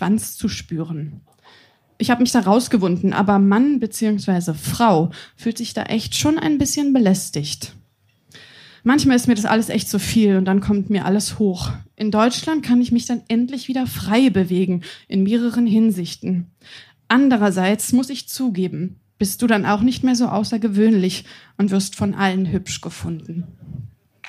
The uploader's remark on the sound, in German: Im Kulturhaus Insel der Jugend, Berlin. Heißen Dank an das Kulturhaus Insel, unser tolles Publikum.